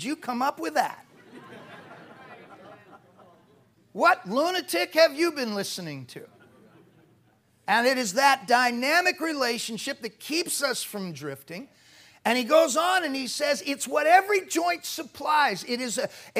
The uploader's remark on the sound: PREACHED IN MCMINNVILLE SAT AM 2011